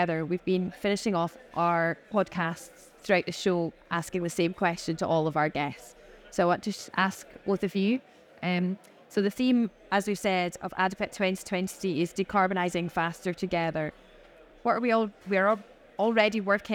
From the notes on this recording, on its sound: Recorded live at ADIPEC 2023